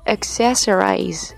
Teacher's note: 重音在第二音节的 e 啊，发 a 的音